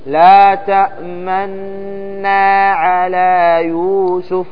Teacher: مع الإدغام مع إخراج الغنة وقبل نطق النون الساكنة تضم الشفتين، فإذا أردت أن تنطق النون الثانية النون الثانية المتحركة إذا أردتها خلاص رجعت الشفتين كما هي. · Term: الإشمام